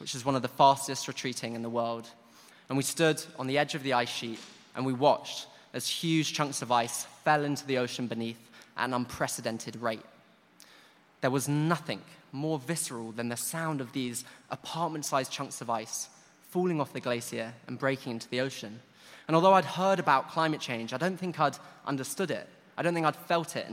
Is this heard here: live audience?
yes